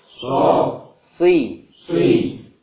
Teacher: dari segi lidah, ya, isti'la naik ke langit-langit atas.